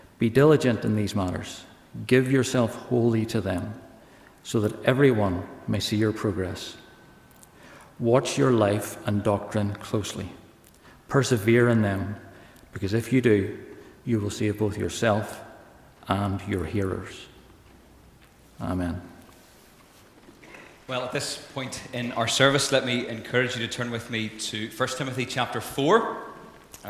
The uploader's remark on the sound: This is the recording of the Bible reading and sermon from a service of licensing on Sunday 18th June 2023 in Wellington Presbyterian Church.